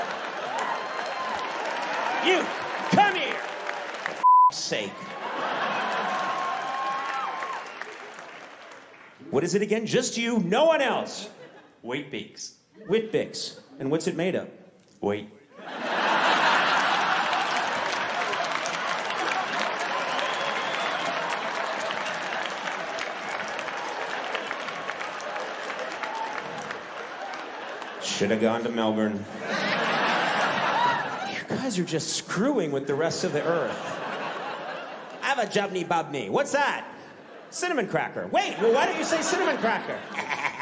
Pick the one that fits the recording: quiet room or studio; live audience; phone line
live audience